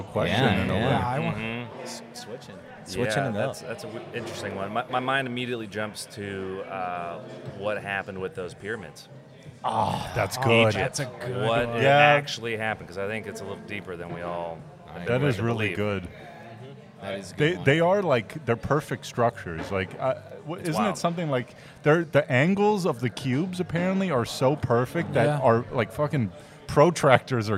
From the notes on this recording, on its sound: The Flights of the Round Table are reporting live from Midnight Mulligan Brewery!